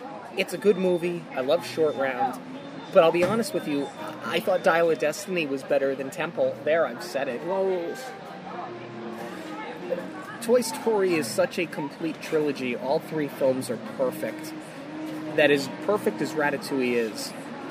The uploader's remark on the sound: We are taking the show on the road, recording live from Baseline Taphouse at Disney's Hollywood Studios.